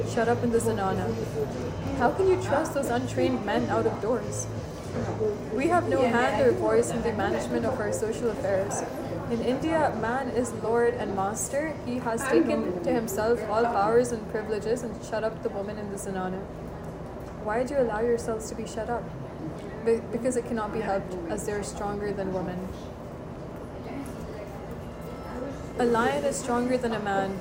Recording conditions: background noise